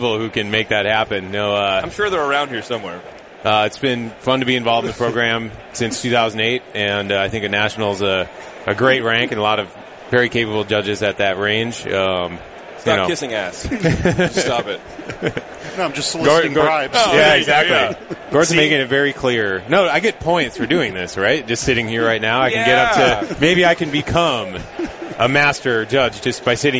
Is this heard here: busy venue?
yes